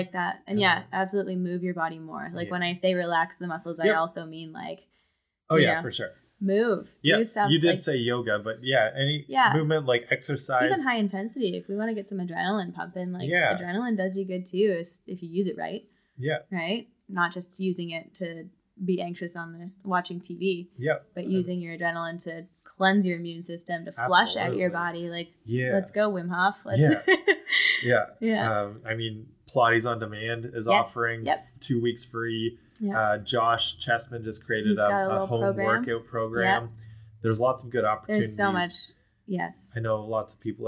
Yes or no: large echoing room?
no